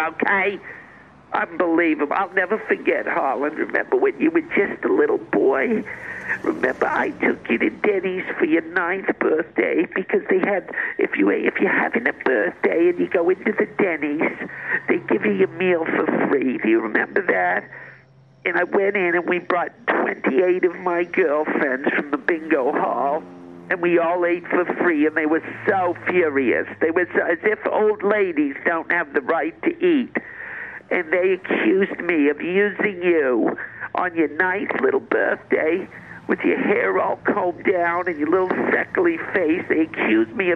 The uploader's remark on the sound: calls in from her cell phone